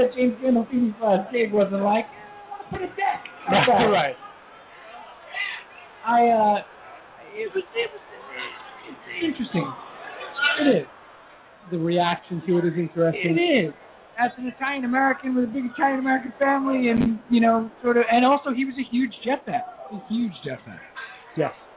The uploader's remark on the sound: LIVE at Blue Haven in NYC. With Game 7 of the NBA Finals in the backdrop.